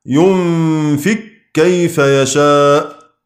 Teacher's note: أدغمنا القاف في الكاف إدغاما محض